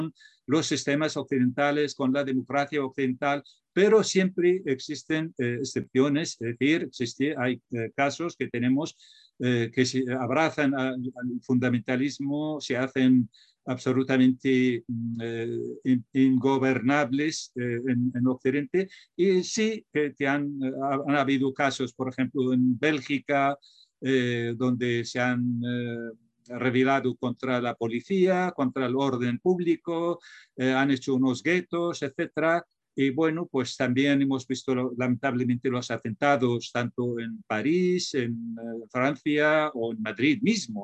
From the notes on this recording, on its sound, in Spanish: Casa Árabe, en colaboración con la Universidad Nacional Autónoma de México (UNAM) organizó el pasado 4 de abril una mesa redonda online.